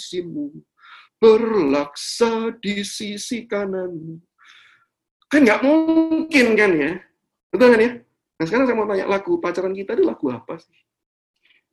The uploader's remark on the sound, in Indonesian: rekaman Webinar yesHEis